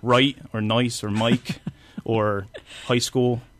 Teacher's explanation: But a lot of the time, we also do this other thing that started in Canada called Canadian raising, where we turn some long I sounds into oi